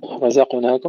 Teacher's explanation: نفخم الراء ونرقق الزاي ونقلقل القاف مع تفخيمها